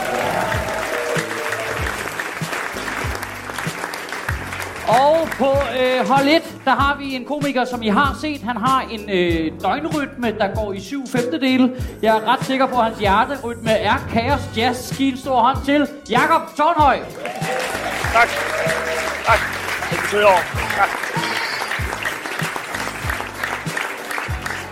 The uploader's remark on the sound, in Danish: Optaget live på Comedy Zoo